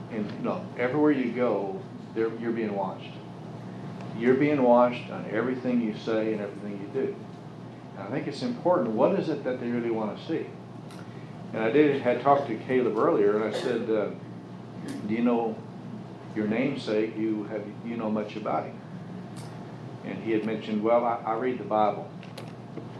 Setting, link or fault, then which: setting, large echoing room